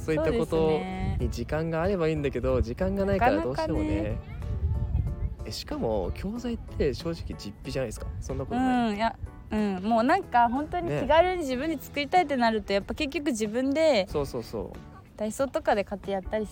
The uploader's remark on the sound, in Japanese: 休日昼間の公園で録ったため、平和で楽しい音声がバックミュージックとなっています。